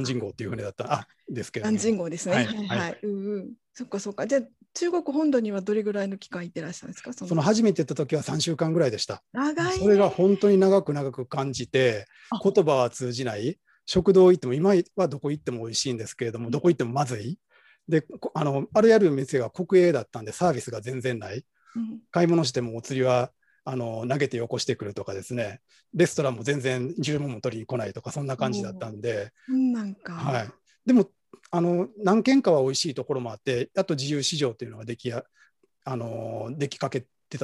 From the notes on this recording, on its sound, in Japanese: 収録場所：オンライン (Zoom)